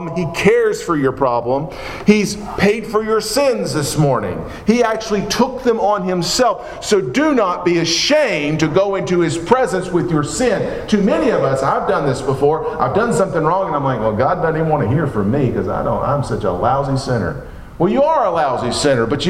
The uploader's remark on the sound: Preached at Maple Lawn Baptist Church in Reidsville, NC, on Sunday morning, July 9, 2017.